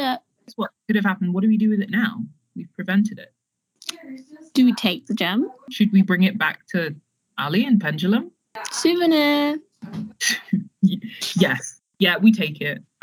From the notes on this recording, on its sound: maybe we'll eventually be able to afford non-shit mics